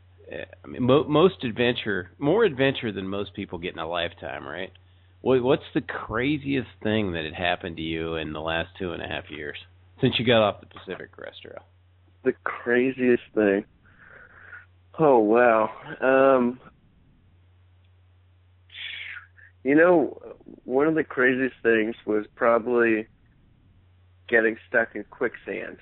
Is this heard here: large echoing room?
no